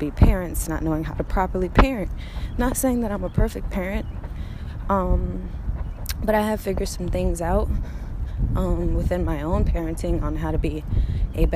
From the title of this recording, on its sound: Walking, talking, rant